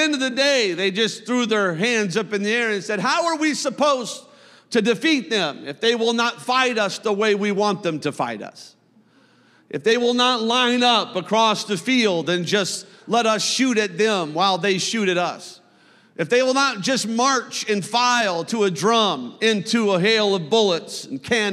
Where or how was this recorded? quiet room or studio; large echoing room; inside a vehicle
large echoing room